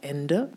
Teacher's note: es gibt ein unbetontes E am Wortende, wie bei Ende, das sogenannte Schwa